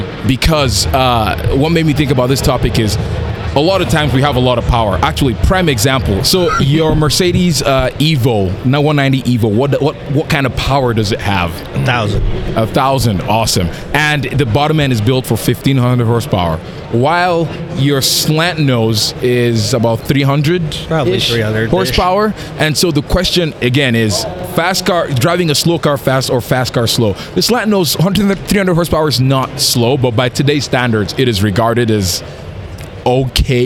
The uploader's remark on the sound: Driven Show Live. Live at the Driven Show Calgary.